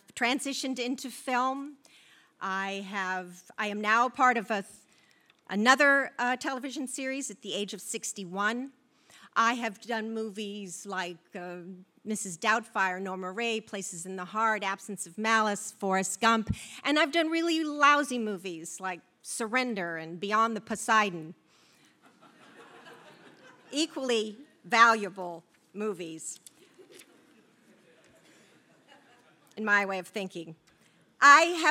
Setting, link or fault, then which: setting, busy venue